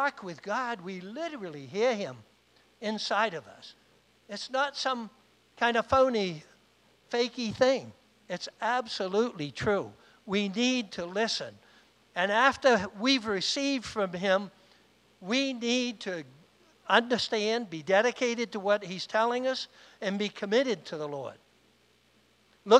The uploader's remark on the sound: Was recorded on Sunday, August 8th, 2021, during service at The Anchor Church in Rockport, Maine.